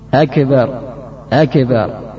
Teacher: mengucapkan qalqalah pada kaf